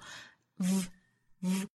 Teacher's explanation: 一般就上齿摩擦下唇的动作 vv，不要嘴巴嘟起来发成了 u